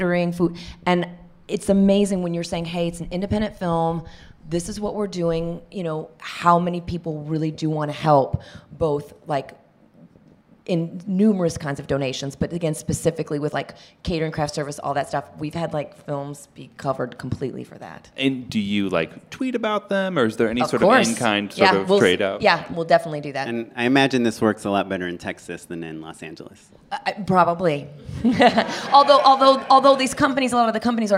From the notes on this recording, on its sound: We're back with another live panel event.